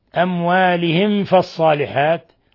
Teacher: تظهر الميم الساكنة هنا إظهارا شفويا، وهذا من أشد حالات الإظهار الشفوي